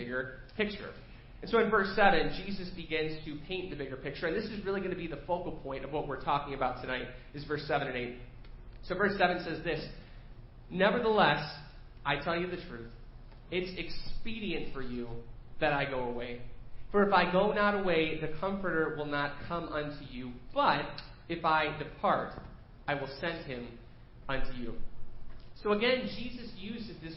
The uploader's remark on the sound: Preached at First Baptist Church of Hazel Park